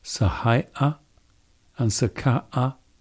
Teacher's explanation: the two names absolutely require the glottal stop. I haven't checked it out exhaustively, but without the glottal stops, those two names would apparently be indistinguishable on paper.